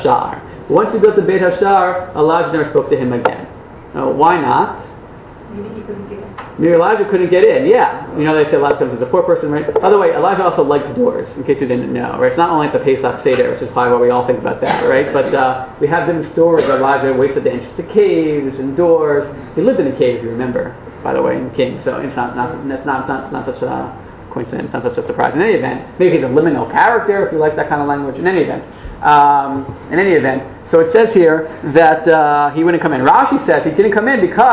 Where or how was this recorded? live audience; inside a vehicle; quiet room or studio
live audience